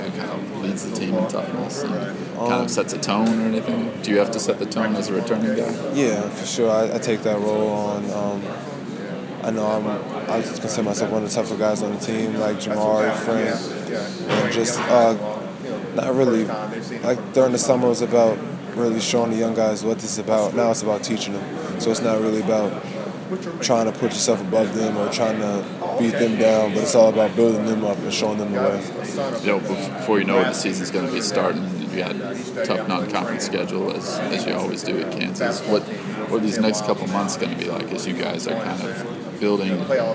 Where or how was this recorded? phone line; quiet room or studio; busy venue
busy venue